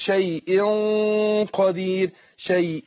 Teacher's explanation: فاقول شيء ما اقول شيء شيء كده رققت الغن، لكن عشان حرف القاف حرف مستعلي بفخم الغن نفسها، بقول شيء قدير شيء كده.